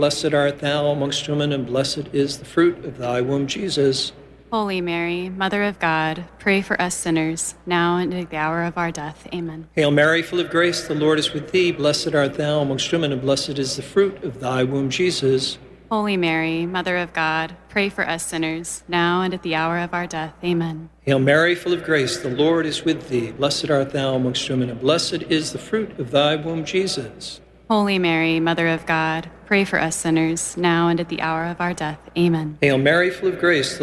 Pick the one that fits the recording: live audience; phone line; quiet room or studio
live audience